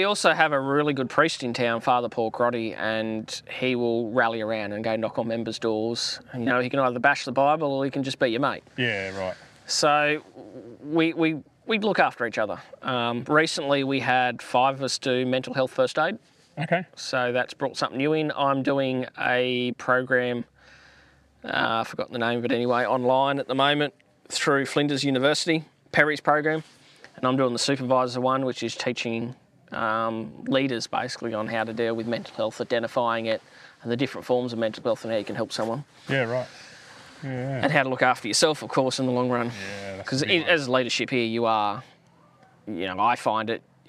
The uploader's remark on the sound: This episode was recorded at our first official 'First Responder Engagement Day' or FRED as we call them, at Oodnadatta SA while we are doing the Heart 2 Heart Walk 2023.